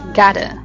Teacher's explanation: Gotta 啊，这里呢 double T 浊化一下